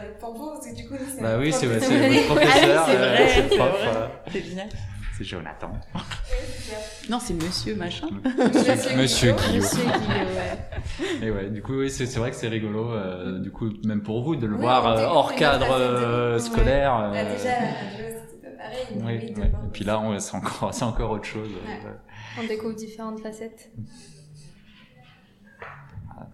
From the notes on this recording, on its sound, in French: répondent aux questions de Radio2B depuis le festival RUR!